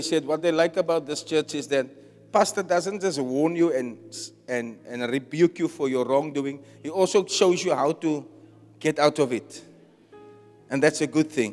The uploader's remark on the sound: Preached at Zion Sanctuary, Cape Town